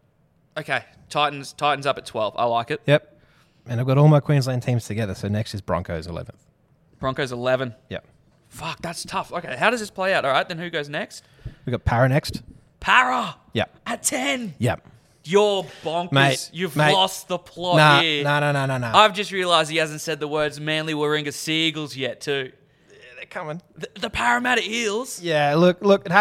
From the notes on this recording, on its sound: Live from the world famous Caxton hotel